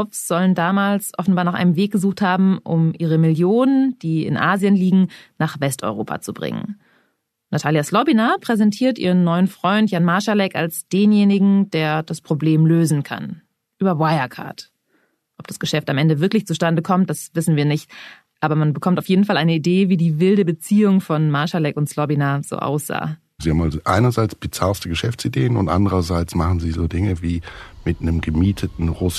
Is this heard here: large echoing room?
no